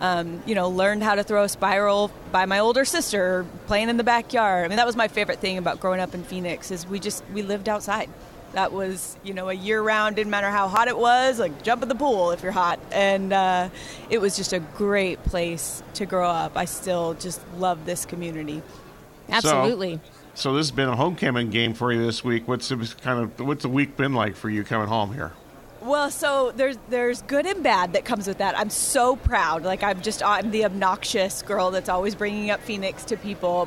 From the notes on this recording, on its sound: Extra Point live from Super Bowl Radio Row.